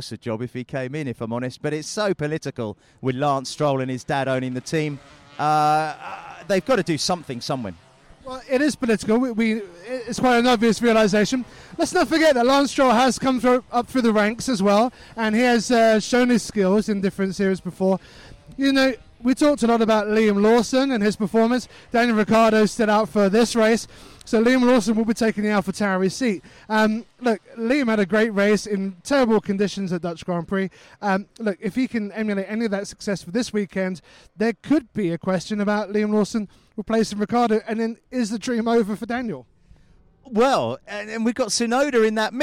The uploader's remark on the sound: In this episode, we broadcast live from Forest Edge Karting Club near Andover.